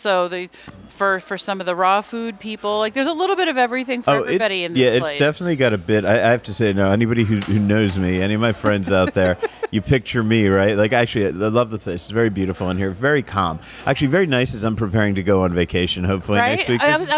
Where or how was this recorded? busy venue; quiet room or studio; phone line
busy venue